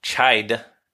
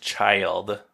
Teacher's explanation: the L in child also influences the vowel. It's why chide and child sound different.